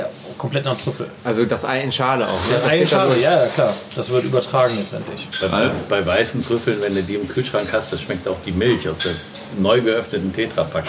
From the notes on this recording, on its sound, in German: Zu Gast in der Brasserie Stadthaus. Sprechen wir in der wunderschönen Brasserie Stadthaus.